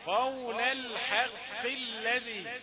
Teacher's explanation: القاف عند الوصل مكسورة فهي في اخر درجات التفخيم. فالقراءة الصحيحة قول الحق الذي قول الحق الذي مش الحق.